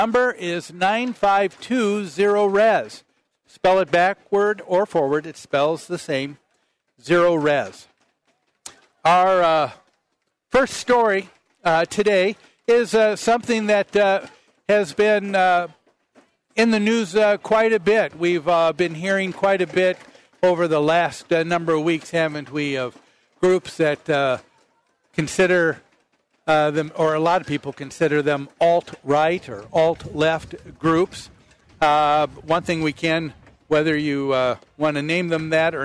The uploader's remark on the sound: Live at the MN State Fair